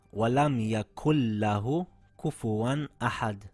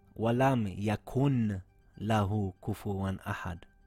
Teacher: For example, we see a noon sakin with no vowel followed by a letter from the word of yarmalun. So we merge it and drop the noon without holding the sound because it's a lam. · Shown in: first take · The verse reads, walam yakul lahu kufuwan ahad, and not walam yakun lahu kufuwan ahad. · Term: idgham